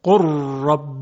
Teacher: نمونه دیگه ادغام لام در حرف ر و قل رب، که در قرآن قر رب ادغام میشه